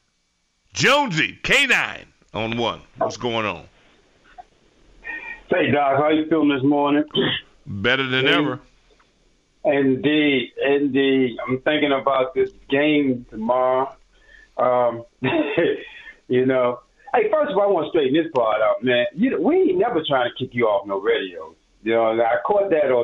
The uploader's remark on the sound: Turns to the phones to hear what Commanders fans are rooting for right now.